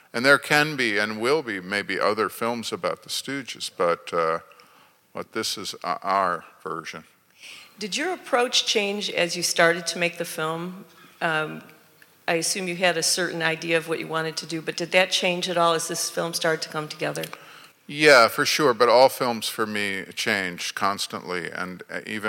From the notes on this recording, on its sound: in front of an audience